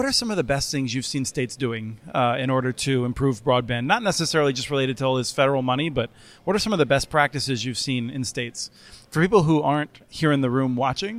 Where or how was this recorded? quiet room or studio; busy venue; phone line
busy venue